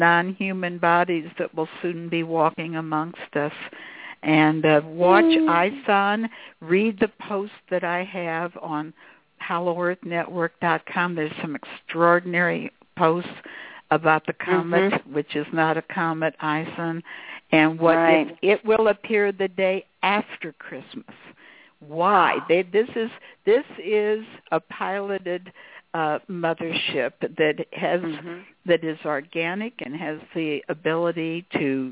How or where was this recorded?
phone line